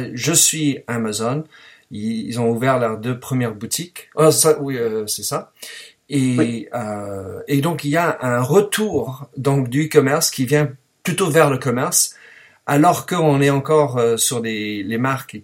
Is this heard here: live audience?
no